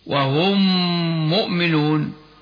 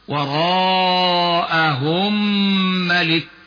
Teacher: الحكم الثاني للميم الساكنة أن يقع بعدها ميم ثانية في كلمة أخرى، فتدغم الميم الساكنة في الميم المتحركة، مثل وهم مؤمنون، وأيضا وراءهم ملك.